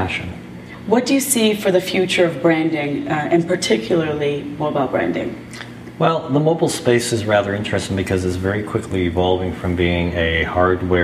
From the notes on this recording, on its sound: The third Audio Branding Congress took place in a full house at Columbia University New York City on November 17th.